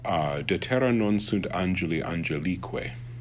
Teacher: And notice it's because the emphasis in angelique is on the E because it's a long vowel.